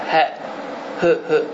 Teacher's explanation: Bir də var son, boğazın lab aşağından və bura deyirlər ədnəl həlq və ya daha doğru əqsəl haqqı deyənlər var ədnəl həlq. Yəni boğazın aşağı hissəsində isə incə hə çıxır